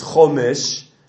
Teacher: Their kamatz is very similar to an Ashkenazi kamatz. It's an O sound, not an A sound, and they differentiate strongly between the kamatz and the patak.